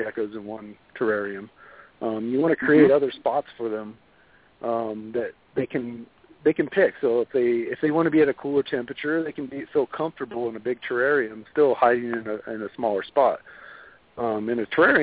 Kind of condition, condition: link, phone line